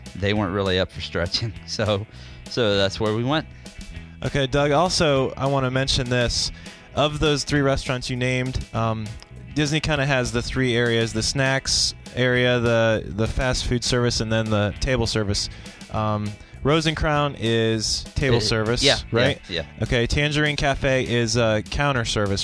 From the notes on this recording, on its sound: Disney's Epcot- Test Track. Listen to a ride through of Test Track as a bonus audio feature.